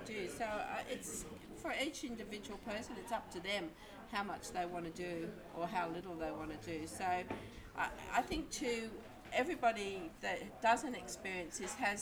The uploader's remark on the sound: Recorded Live at the ACT Nudist Club.